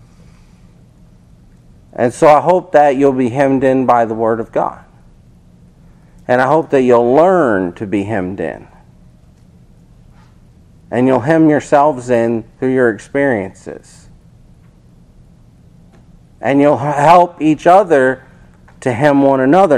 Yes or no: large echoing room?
yes